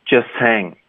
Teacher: 你连读的时候 h 的音也不怎么能听见了